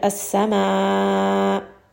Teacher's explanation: So for example, again, if I read this without nabr, as-sama. Now you don't hear that hamza at all